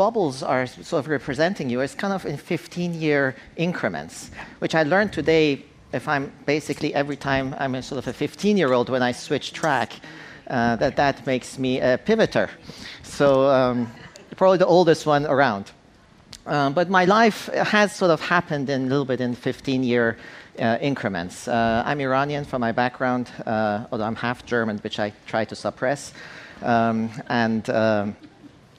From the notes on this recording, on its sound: On stage at #BoFVOICES